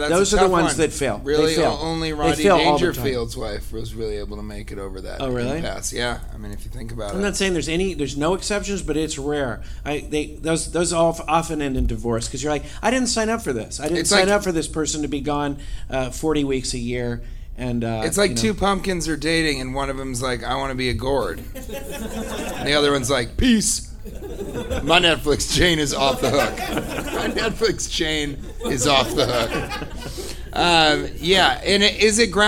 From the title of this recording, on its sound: Live from Oxnard Levity Live